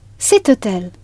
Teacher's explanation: in French, you do not pronounce the H in hôtel, and the first sound you hear is O